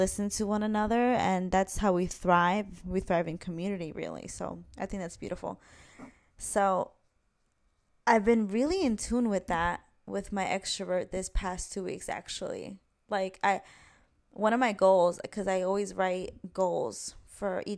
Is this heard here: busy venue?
no